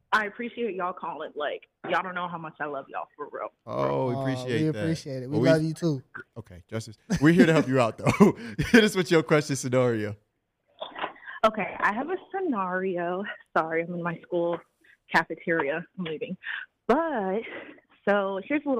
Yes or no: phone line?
yes